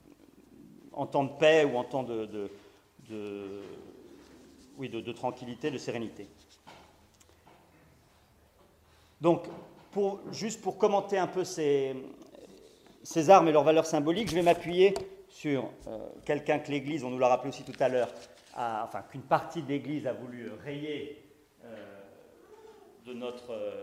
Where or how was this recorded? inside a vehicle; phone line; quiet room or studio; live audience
live audience